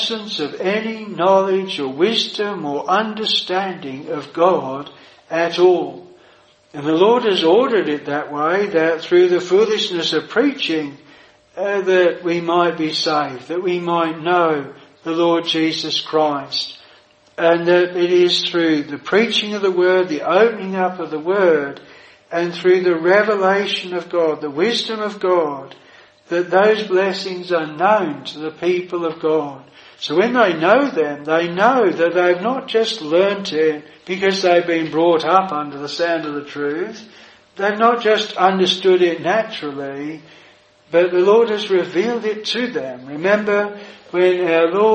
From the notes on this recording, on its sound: This sermon was preached at Providence Chapel, Birkenhead